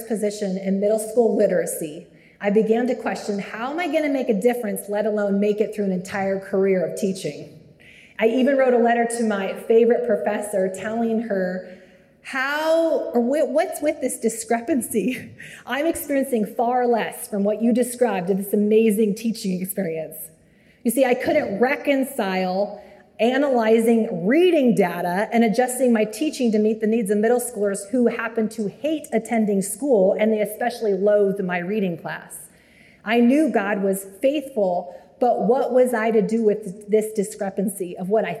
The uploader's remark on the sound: Live from the annual Wichita Teacher's Prayer Breakfast (Jan 21, 2023)